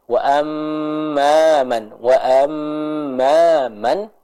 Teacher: Maka kita sempurnakan gunnahnya dibaca dengan dua harokat.